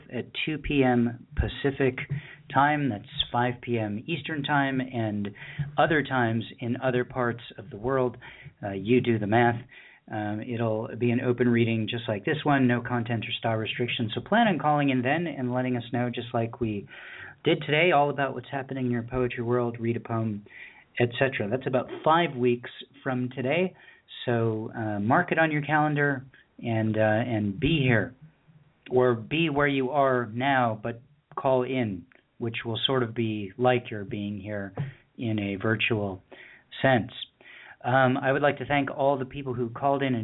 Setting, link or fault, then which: link, phone line